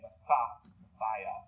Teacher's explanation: But in English, we kind of let that guttural, that Hebrew guttural go. We just say Messiah, Messiah, the chosen one.